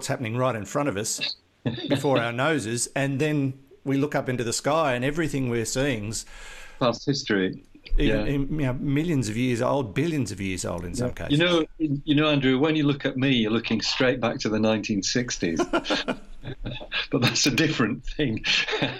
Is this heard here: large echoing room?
no